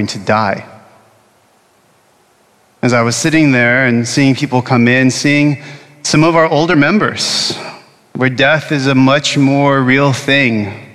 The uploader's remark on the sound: Originally preached at Bethany Lutheran Church in Austin, Texas on Ash Wednesday of 2024.